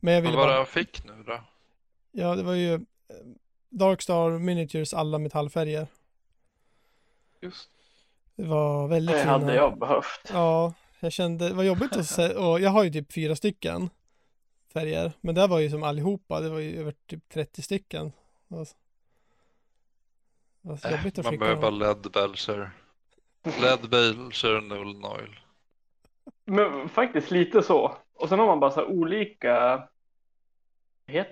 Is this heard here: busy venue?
no